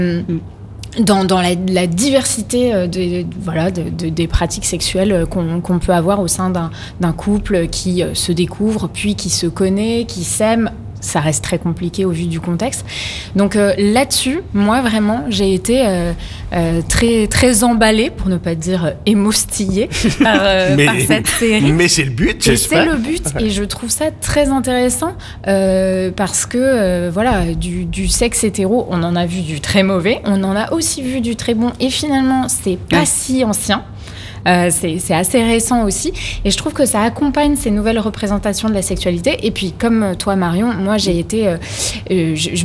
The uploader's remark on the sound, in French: L’ACS s’est mobilisée à Marseille cette année pour la nouvelle édition de Marseille Series Stories. Dans ce numéro enregistré sur place.